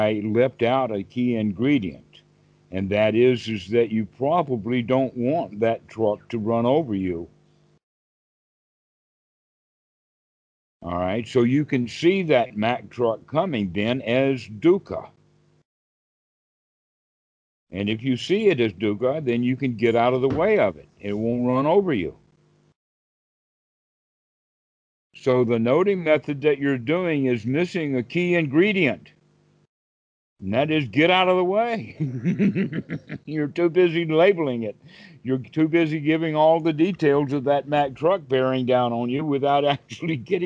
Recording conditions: video call